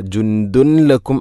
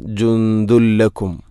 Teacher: ഇദ്ഗാം ബിലാഗുന്ന, തൻവീനിനെ ലാമിലേക്ക് കൂട്ടിലയിപ്പിക്കണം. അപ്പോൾ നൂനിൻ്റെ ശബ്ദം കേൾക്കൂല. · Shown in: second take · ജുന്ദുൻ എന്ന ശബ്ദമില്ല.